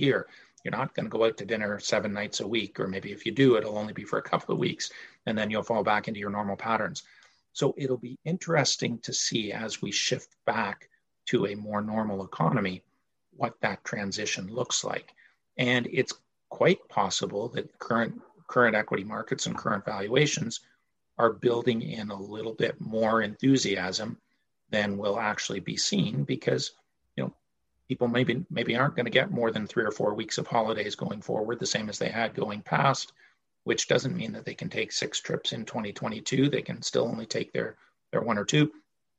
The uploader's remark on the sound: Recorded from The Great Canadian Aftermarket Trade Show Live Virtual Conference Session